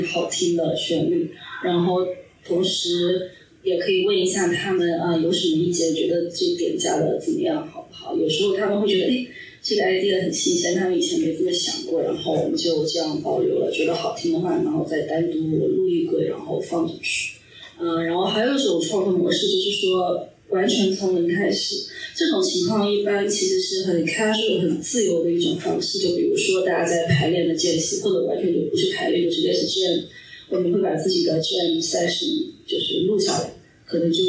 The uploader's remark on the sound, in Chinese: 本次节目为线下活动现场录音，因此声音质量欠佳，请谅解。在演出活动较为丰富、音乐爱好者聚集的加州湾区。还有现场即兴表演。